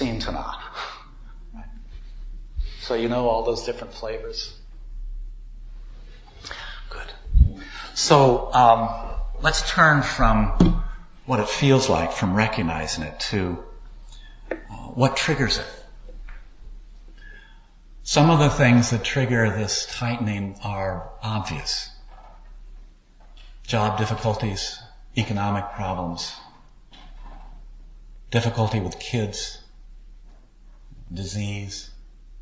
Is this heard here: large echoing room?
yes